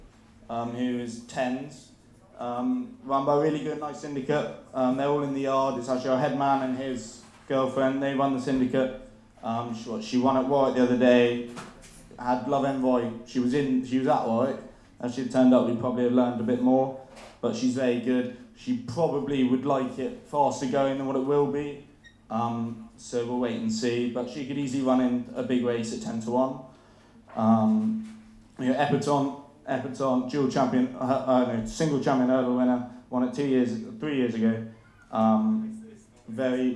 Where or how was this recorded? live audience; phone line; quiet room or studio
live audience